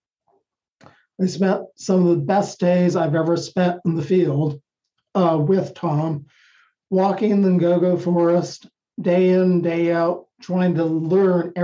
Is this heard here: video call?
yes